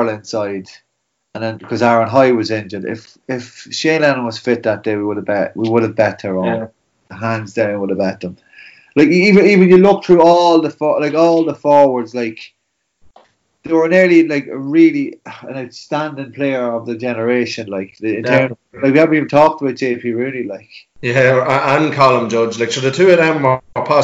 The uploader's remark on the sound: Louth and Proud has gone full quarantine with a nostalgia packed podcast on Zoom no less!